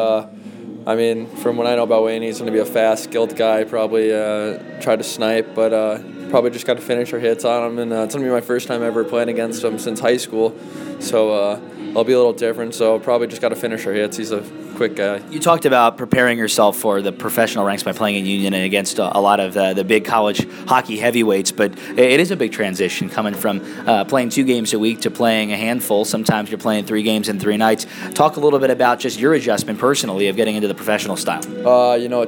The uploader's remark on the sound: Intermission Interview. Between periods at North Charleston Coliseum.